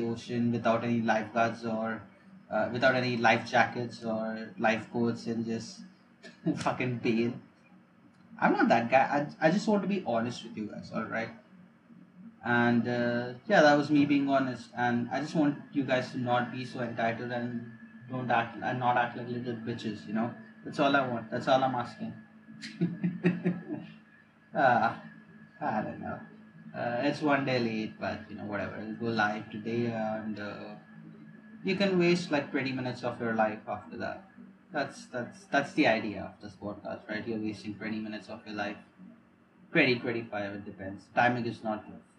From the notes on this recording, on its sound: Ignore the bad audio.